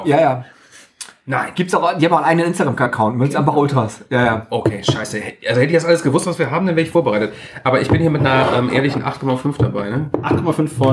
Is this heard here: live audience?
no